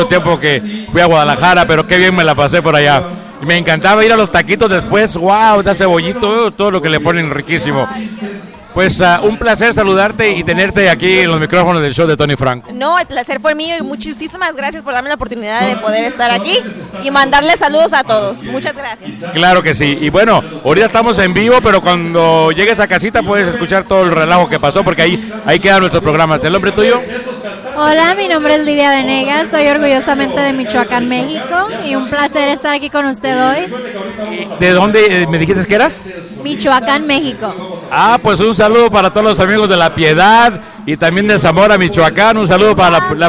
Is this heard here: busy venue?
yes